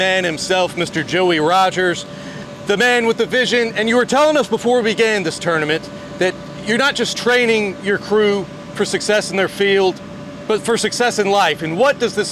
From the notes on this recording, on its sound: Report live from the Rogers annual Let's Get It Championship. This championship consists of a physical competition in which the Rogers team members split up into two teams and compete for a prize.